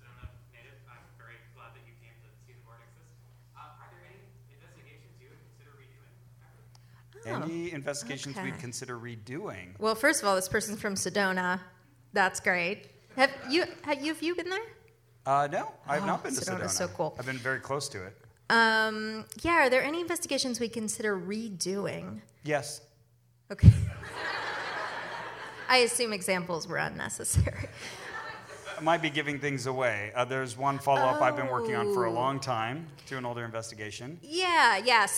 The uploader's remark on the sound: Portland Live Show Edition. Live from the Mission Theater in Portland, Oregon.